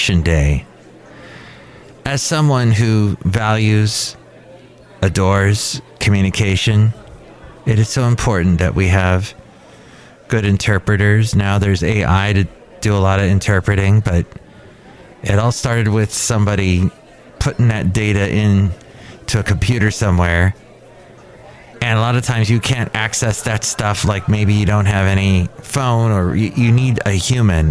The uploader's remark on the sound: podcasts live from Café Anyway